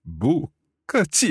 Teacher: So second tone and then two fourth tones.